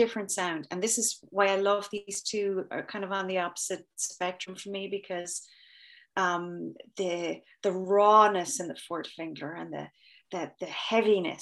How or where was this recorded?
video call